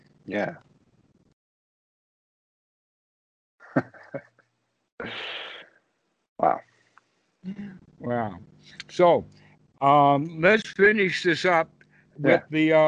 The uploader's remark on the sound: Skype calls. The date in the title indicates the date the call was recorded.